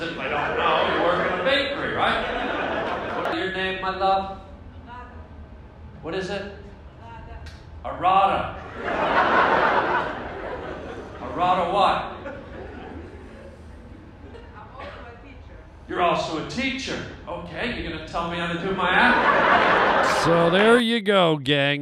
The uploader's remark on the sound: Live stand up in Saudi Arabia